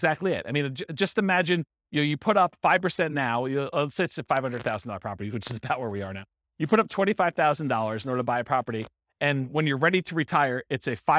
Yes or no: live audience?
yes